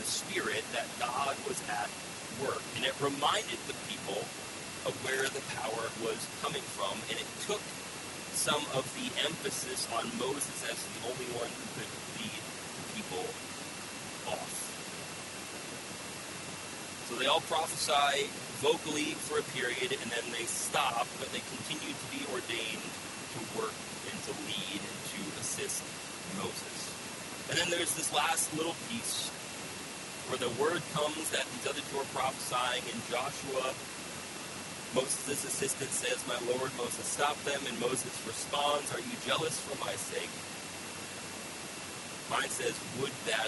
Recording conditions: poor sound quality